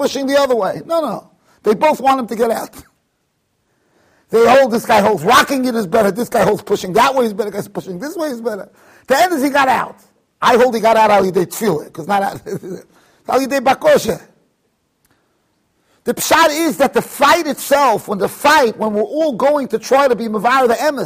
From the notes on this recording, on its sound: Shiur recorded in Yeshivas Ohr Reuven, Monsey NY.